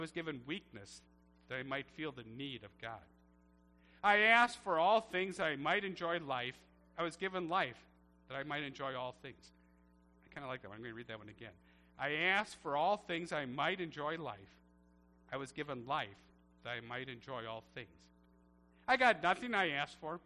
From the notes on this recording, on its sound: A Church Service recorded at Living Water Lutheran Church, Oshkosh, WI.